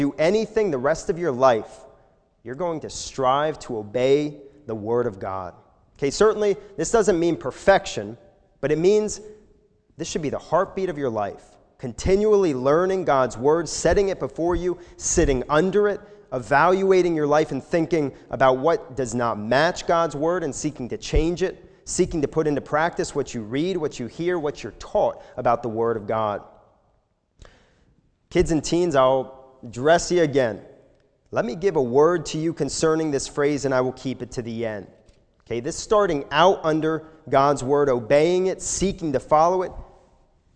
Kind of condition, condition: setting, large echoing room